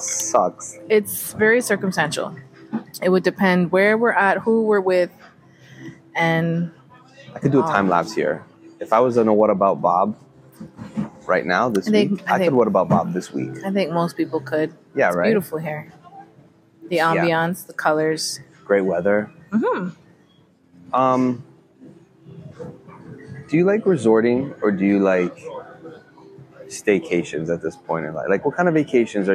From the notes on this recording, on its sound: brought their mics to the beach, this time in sunny Jamaica and recorded a series of episodes